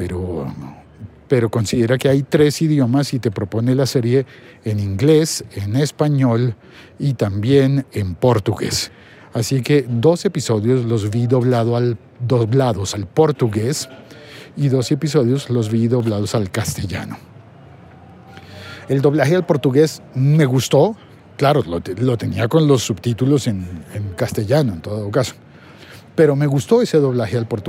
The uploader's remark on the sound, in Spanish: Grabado desde las calles de Bogotá.